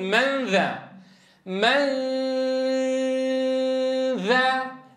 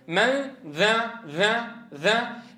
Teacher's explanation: متى قرعت مخرج الذال؟ متى؟ بعد انتهاء الغنة كاملة الطول، لأن الذال لا غنة فيها · Shown in: first take · ولا يصح أن أقول من ذا ذا ذا، لأننا قلنا في تعريف الإخفاء عار عن التشديد.